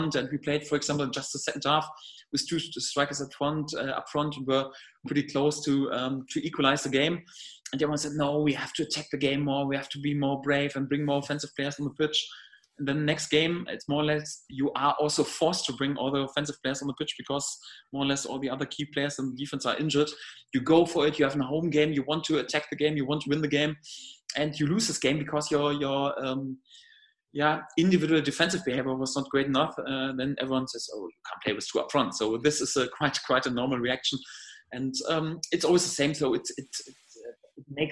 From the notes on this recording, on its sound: video conference with the media